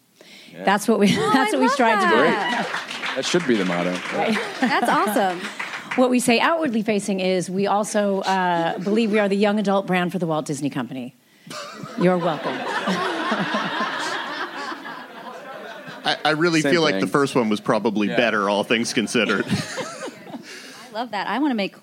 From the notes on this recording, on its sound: Recorded at ATX Television Festival